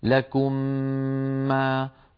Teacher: فندغم الميم الأولى في الثانية فيصير النطق هكذا لكم ما، وتكون الغنة أطول ما تكون أكمل ما تكون، سنأتي إلى مراتب الغنة بعد قليل. · Term: الإدغام